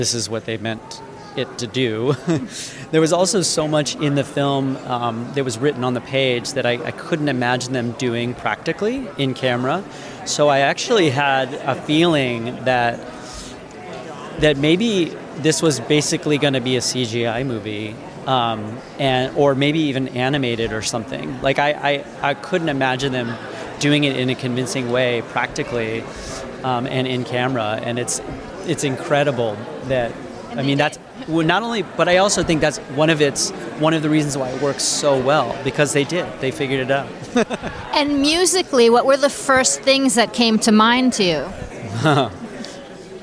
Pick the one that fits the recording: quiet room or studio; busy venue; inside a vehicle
busy venue